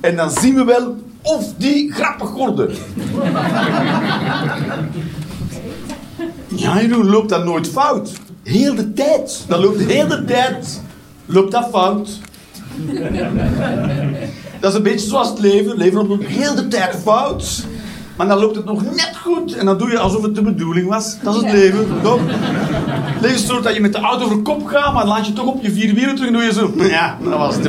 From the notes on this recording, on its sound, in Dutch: Live 29 maart 2023, Club Haug, Rotterdam